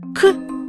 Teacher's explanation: Например, звук «к» или «г» – заднеязычные согласные, где язык прижимается к задней части неба